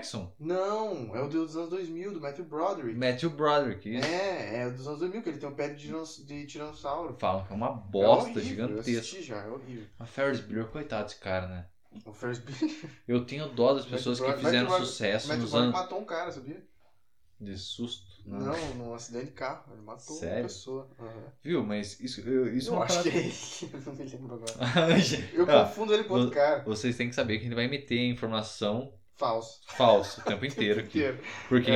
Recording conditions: poor microphone